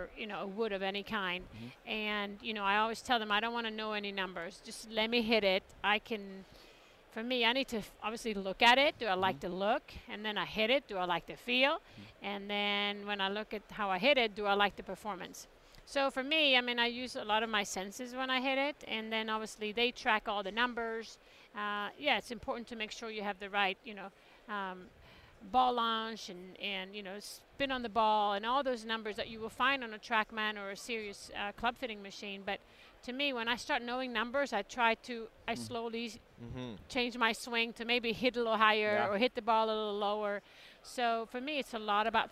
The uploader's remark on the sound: Recorded at the PGA Show in January.